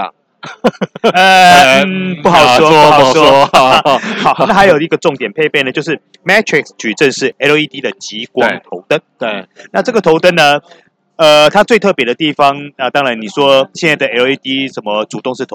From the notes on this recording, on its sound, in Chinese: 在戶外記者會現場的實地採訪！